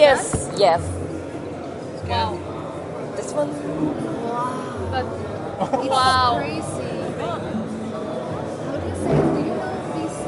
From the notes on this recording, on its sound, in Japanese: 海外ゲームショー遠征スロバキア編。GameDays2日目。会場のライブ収録のため、雑音が多く音声が聞こえにくい箇所が多々あります。